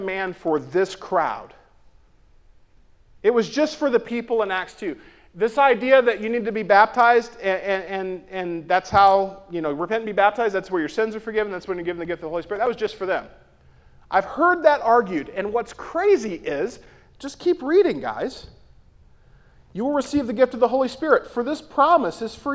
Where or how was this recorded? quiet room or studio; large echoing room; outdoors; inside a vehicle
large echoing room